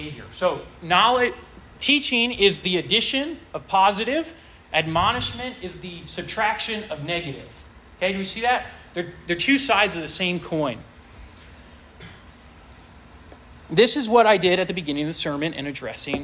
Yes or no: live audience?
yes